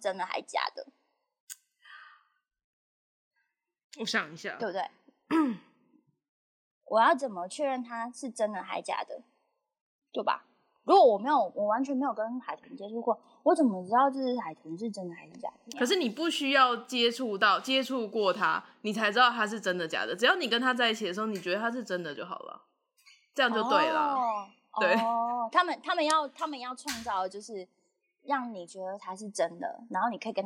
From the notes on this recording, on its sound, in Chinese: 直播節目會有一些現場音或不可抗力干擾。